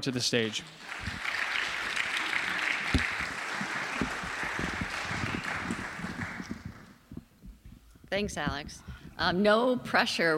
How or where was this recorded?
live audience